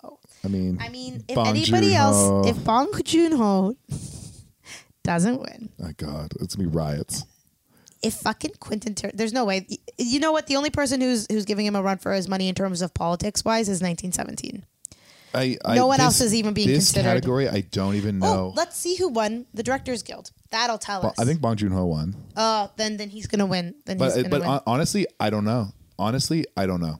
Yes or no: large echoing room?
no